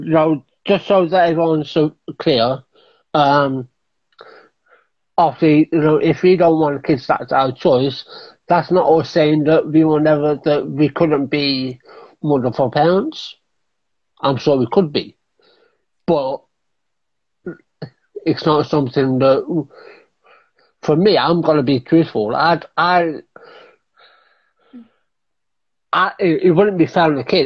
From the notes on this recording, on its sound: in an Instagram Live